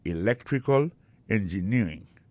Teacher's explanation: Engineering, ça, l'accent tombé le même sur avant dernière syllabe là